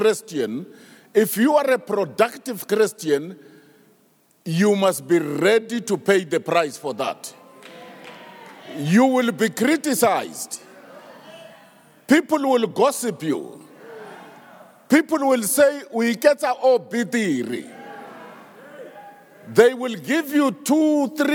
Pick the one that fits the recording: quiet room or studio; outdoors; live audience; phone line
live audience